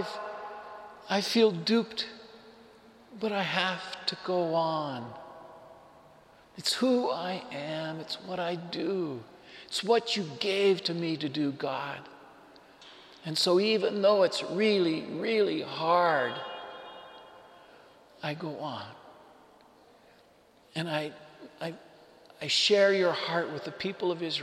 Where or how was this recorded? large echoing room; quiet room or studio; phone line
large echoing room